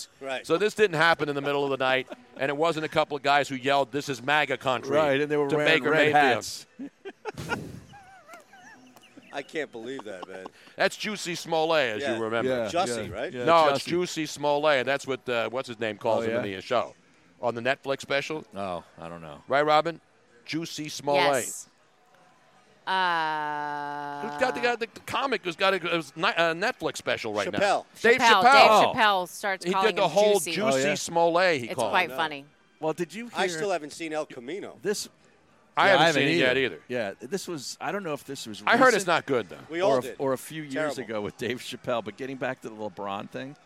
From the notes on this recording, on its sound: from Parx Casino LIVE